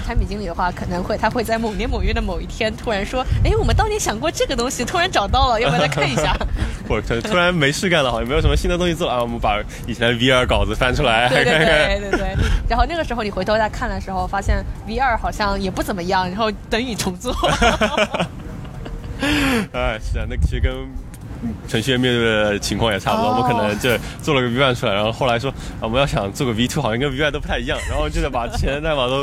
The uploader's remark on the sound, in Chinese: 户外录音，稍有杂音